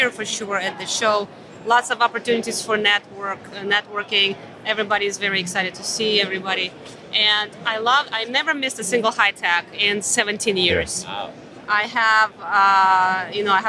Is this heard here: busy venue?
yes